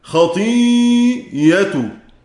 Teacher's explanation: فهذه الياء الموجودة في الكلمة اتضح أنها غير أصلية، زائدة زائدة، فالحكم أن نبدل الهمزة ياء ثم ندغم الياء في الياء